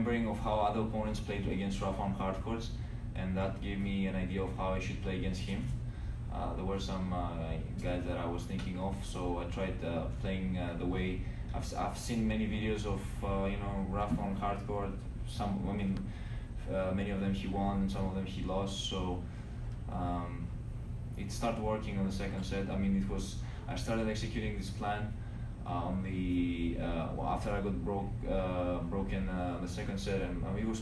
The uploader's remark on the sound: Media Scrum Interview. After the Final of the RogersCup.